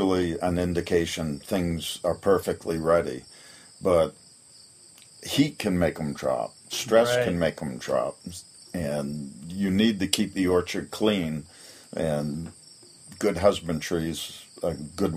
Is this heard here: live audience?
no